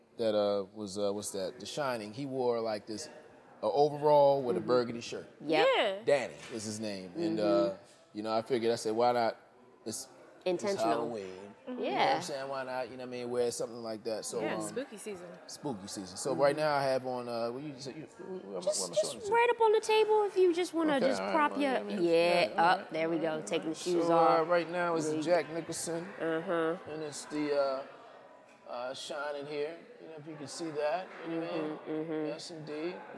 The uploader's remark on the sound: LIVE PODCAST episode at a silent disco art exhibit